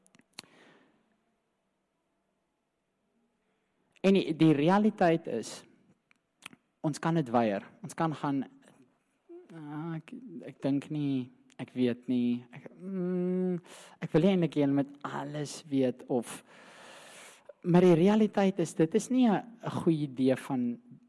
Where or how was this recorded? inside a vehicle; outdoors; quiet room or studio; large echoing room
large echoing room